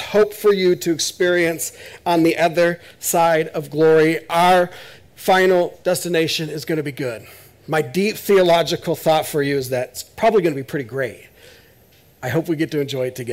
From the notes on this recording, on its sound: This is audio ripped from the Live Service video.